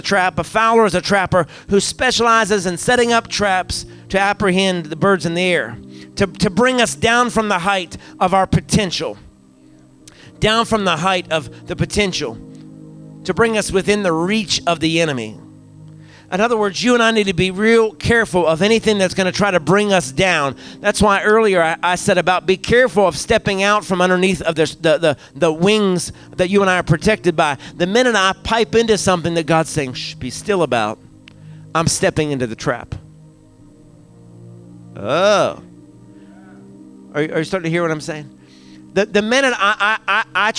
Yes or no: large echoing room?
yes